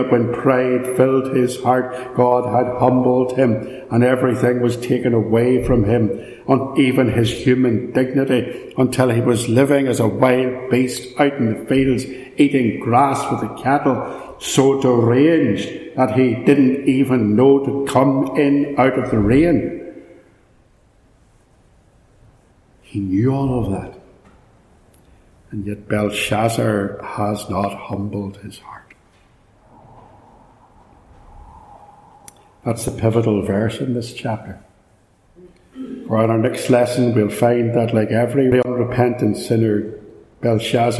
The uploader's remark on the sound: This sermon was preached at Ballymacashon, so there is some echo